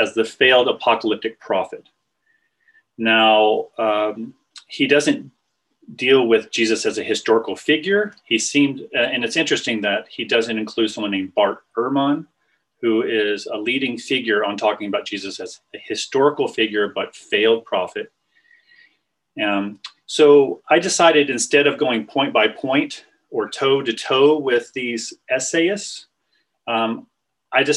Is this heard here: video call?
yes